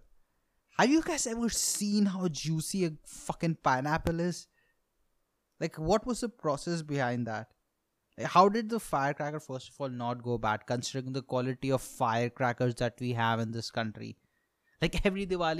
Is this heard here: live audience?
no